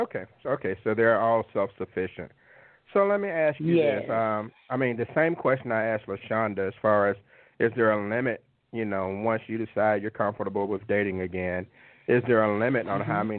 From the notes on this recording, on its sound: We present those questions to you on this week's live call-in edition of the Talk 2 Q Radio Show.